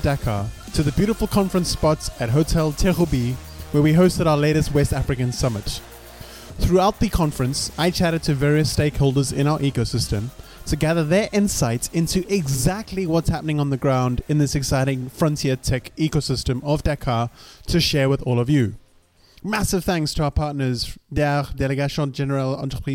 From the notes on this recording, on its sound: To kick off this season, I’m going to take us back to Dakar, to the beautiful conference space at hotel Terrou bi where we hosted our latest West African Summit. Throughout the conference I chatted various stakeholders in our ecosystem.